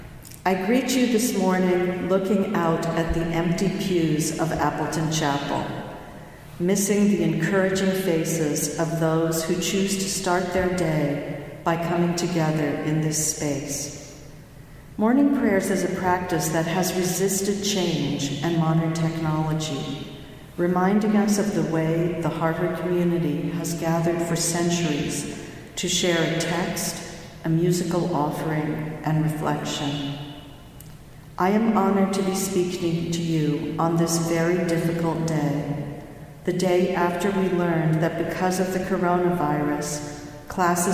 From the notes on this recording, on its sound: delivered the following remarks at Morning Prayers in Harvard's Memorial Church on March 11, 2020